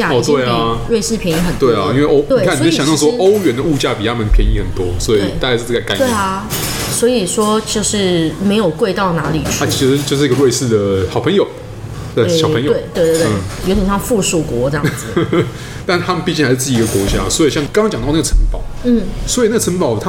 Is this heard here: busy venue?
yes